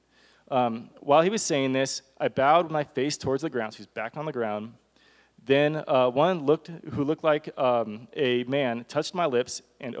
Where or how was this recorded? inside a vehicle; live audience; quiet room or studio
live audience